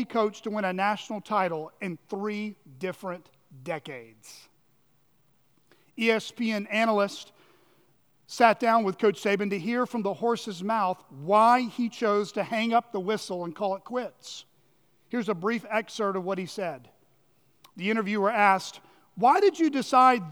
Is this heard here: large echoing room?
yes